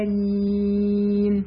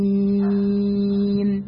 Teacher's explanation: يبقى انا امد الياء، ما مدش الالف · Shown in: second take